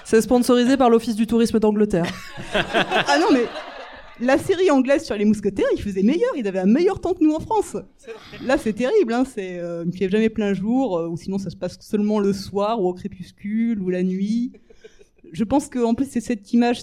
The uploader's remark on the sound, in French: Cet épisode a été organisé avec ce collectif d’artiste dans le cadre du #PrintempsDesMousquetaires, événement qui se compose de cette émission qui a été enregistrée en public. Cet épisode a été enregistré au Majestic Passy , cinéma situé au 18 Rue de Passy, dans le 16ème arrondissement de Paris.